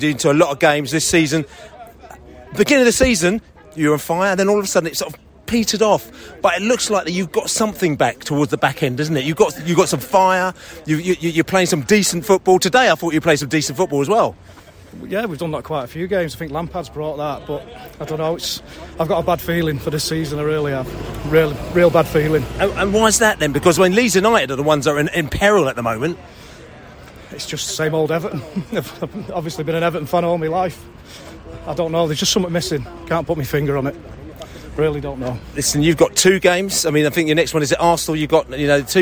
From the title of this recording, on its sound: post-match podcast from the stands